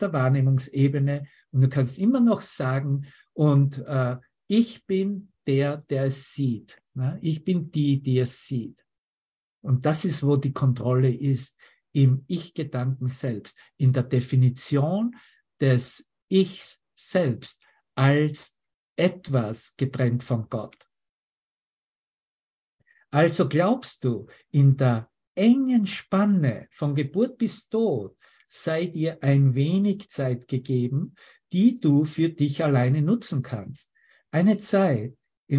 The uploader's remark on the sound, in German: Zoom-Session.